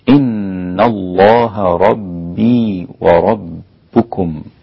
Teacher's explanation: وتبدأ اسم الجلالة اللام مغلظة